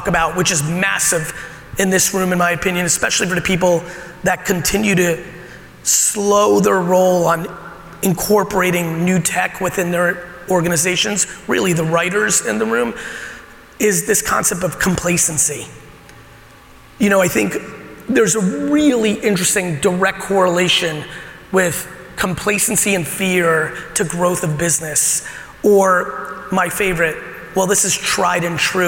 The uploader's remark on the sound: Today's episode of the podcast is my keynote at the ITC Vegas event.